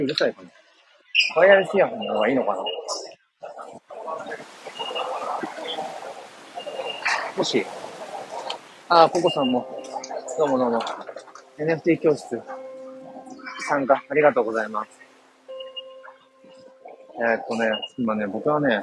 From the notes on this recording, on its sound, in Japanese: 人生初の名古屋駅周辺を散策中。